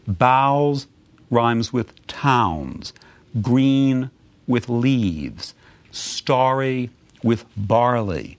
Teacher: the end words all have very audible vowel rhymes, but they're not full rhymes